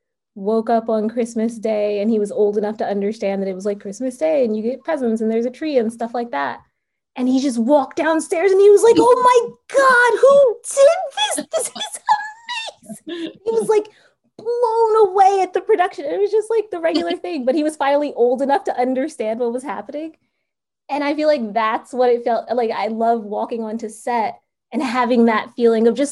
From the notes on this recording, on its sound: a spoiler-filled virtual Q&A